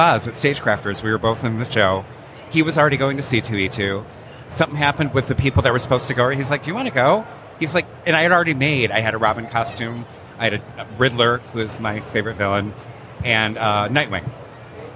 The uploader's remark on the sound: Live from Michigan Comic Con. It’s an impromptu interview from the con floor at Michigan Comic Con!